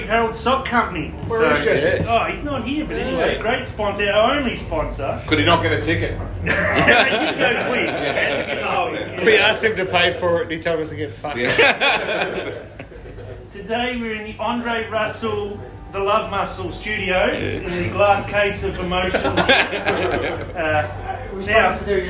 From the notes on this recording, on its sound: they decided to do a live recording with some of their most loyal fans in attendance.